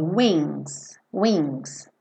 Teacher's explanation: Você passa por esse G muito de leve, wings, wings, tá? Ele não vem de fato para o som, mas a base da sua língua lá mexe.